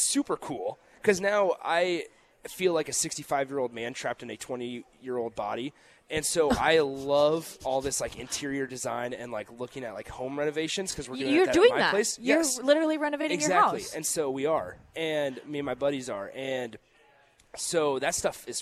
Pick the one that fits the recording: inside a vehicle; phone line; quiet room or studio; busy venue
busy venue